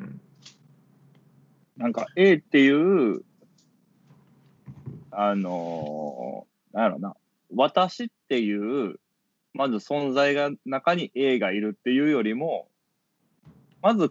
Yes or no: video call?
yes